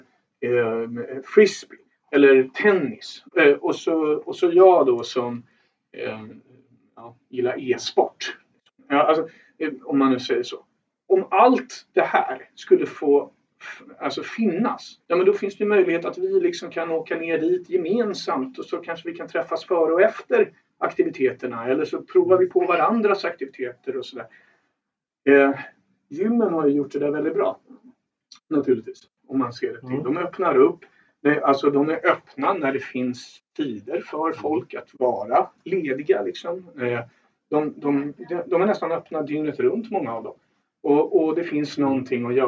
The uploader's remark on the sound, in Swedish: Vi beklagar ljudkvalitén i veckans avsnitt.